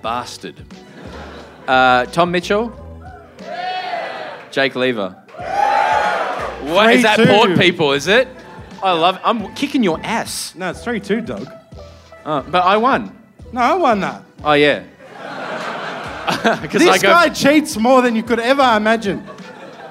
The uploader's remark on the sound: Live From The Rhino Room Adelaide